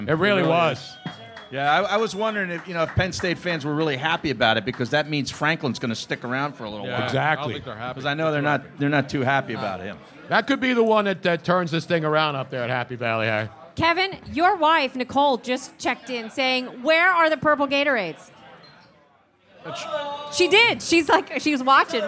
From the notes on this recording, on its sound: LIVE from the Jughandle Inn in Cinnaminson NJ